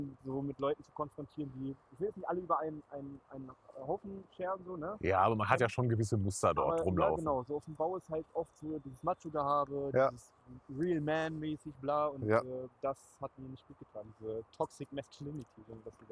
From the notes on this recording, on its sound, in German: erneut schlechtem Ton